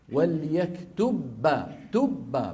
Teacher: الباء الأولى تدخل في الباء الثانية فيصيران باء واحدة مشددة. هذا إظهاره، إظهار الباء الأولى عند الثانية فاسد لغة، ومن باب أولى يكون فاسد إيش؟ · Term: الإدغام